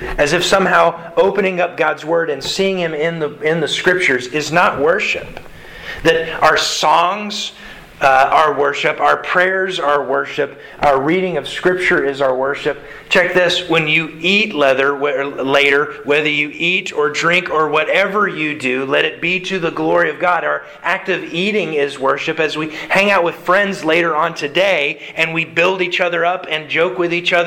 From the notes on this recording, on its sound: Sermon delivered to the Galena Bible Church Sunday October 10th, 2021